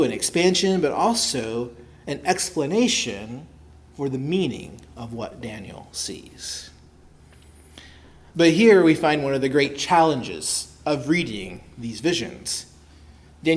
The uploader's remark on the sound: preached at Christ Our Savior Baptist Church